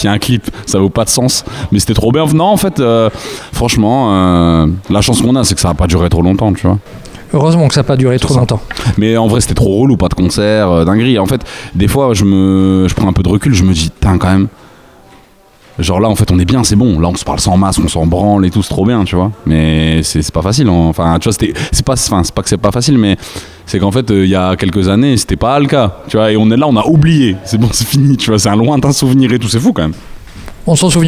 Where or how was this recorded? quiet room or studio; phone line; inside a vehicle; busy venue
busy venue